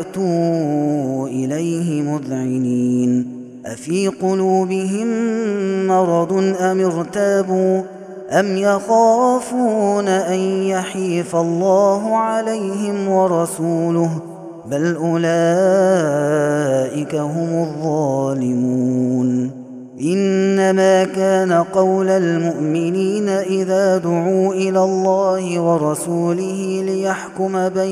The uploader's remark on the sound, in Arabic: هذا التسجيل من صلاة التراويح